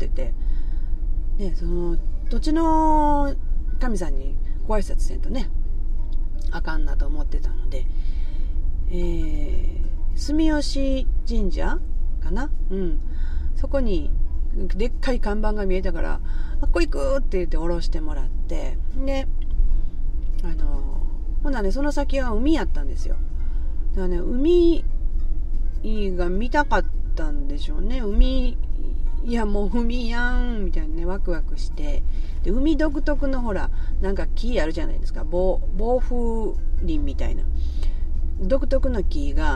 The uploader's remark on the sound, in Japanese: なんと島根県へ一人旅に向かう途中のサービスエリアの車中で収録しております。